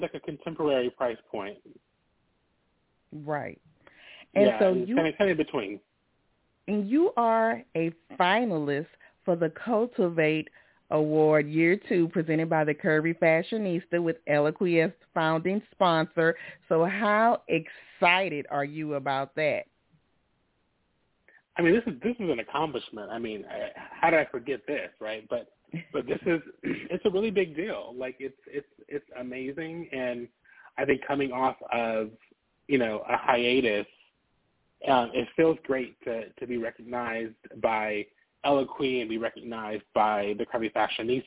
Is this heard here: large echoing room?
no